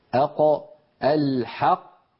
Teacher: القاف كما نرى في اللوحة تخرج من أقصى اللسان مع ما يحاذيها من الحنك اللحمي. أقو الحق، ولاحظوا بأن هذه المنطقة ترتفع، منطقة أقصى اللسان ترتفع كما نرى في اللوحة، وتقرع المنطقة التي اسمها الحنك اللحمي.